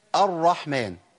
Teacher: الهمز حرف مرقق والراء مشددة بفتح يعني تفخم